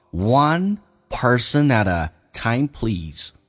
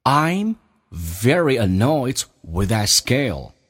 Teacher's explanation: at 跟 a 叫 add, t 要浊化